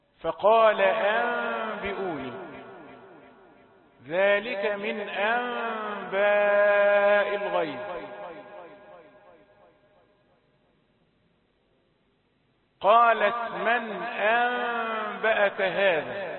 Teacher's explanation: حكم قلب النون الساكنة ميما مخفاة مع الغنة عند مقابلتها لحرف الباء